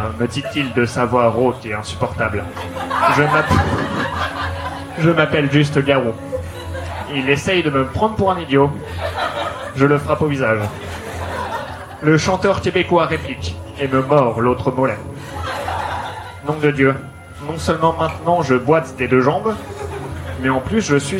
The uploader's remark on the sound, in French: Enregistré en live et en public au One More Joke.